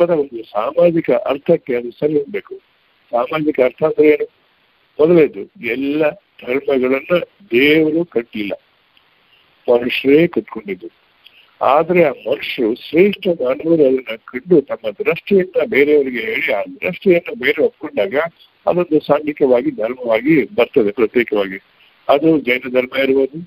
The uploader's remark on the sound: Jagatika Anubhava Mantapa-Conference call Meetings Inaugural Speech